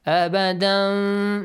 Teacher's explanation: Noon will be changed to meme. Abadan, not a complete meme, half meme. · Term: Iqlab